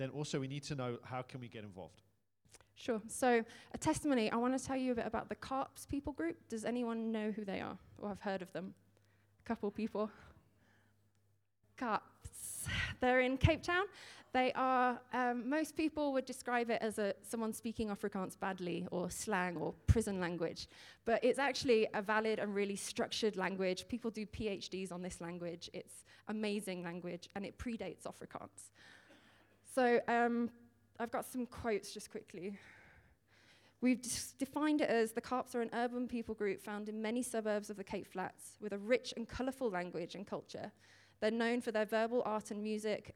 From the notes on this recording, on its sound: Audio session recordings from the recent Advance Africa Leadership Conference, which took place in JHB, South Africa in July/August 2023.